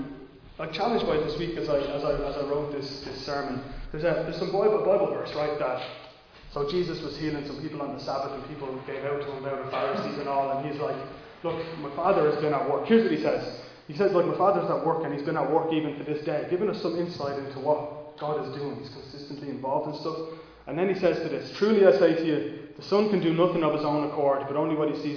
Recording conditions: large echoing room